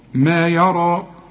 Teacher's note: الراء هي المفخمة، والمد كمان بتاعها الياء بتتحول إلى ألف مفخمة برضو